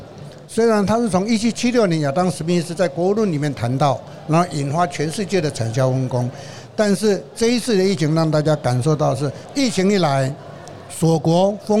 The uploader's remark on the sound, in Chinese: 2022 Medical Taiwan台灣國際醫療暨健康照護展 -Live Podcast